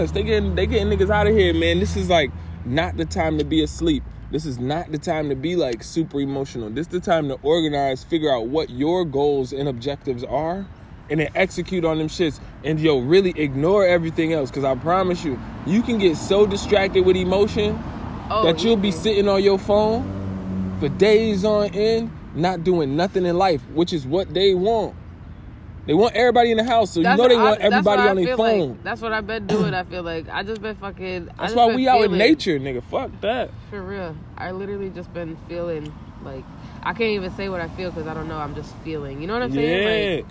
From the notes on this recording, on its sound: This episode was recorded outside.